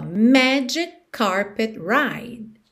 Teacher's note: magic termina em C, carpet começa em C, você liga num som só.